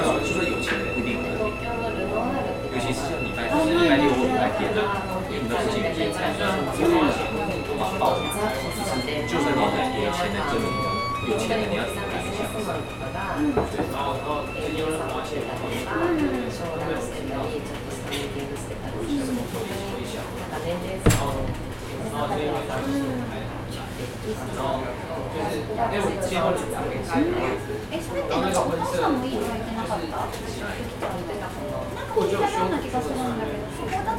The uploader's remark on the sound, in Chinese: 士林捷運站附近的隱藏咖啡廳。聽著之前在他們店裡錄製的聲音。